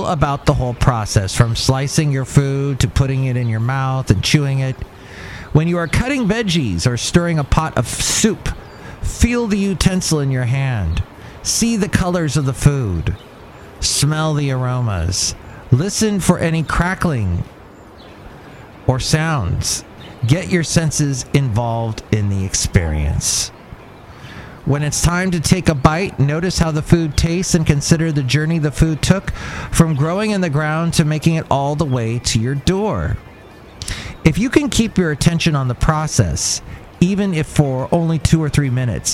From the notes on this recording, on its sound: Podcasts live from Cafe Anyway.